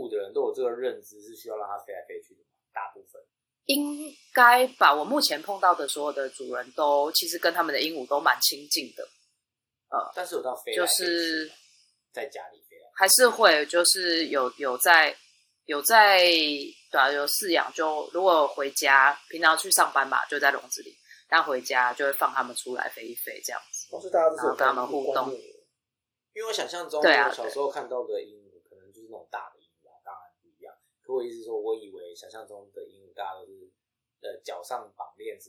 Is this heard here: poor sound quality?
yes